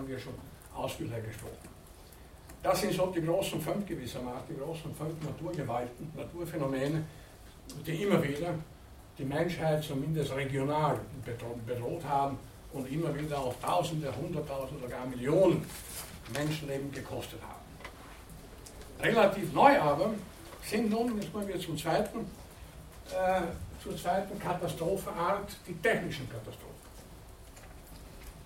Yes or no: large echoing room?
yes